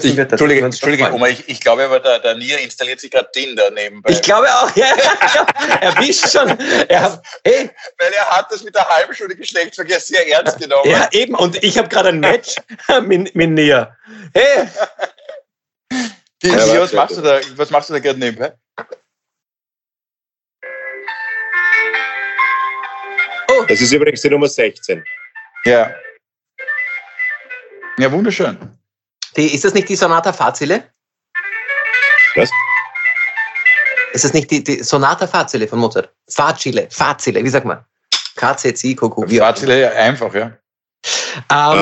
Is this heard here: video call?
yes